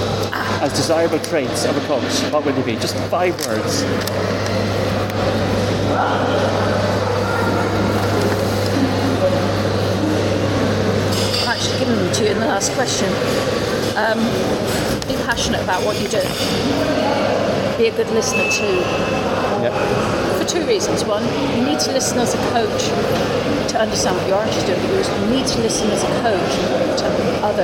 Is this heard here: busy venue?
yes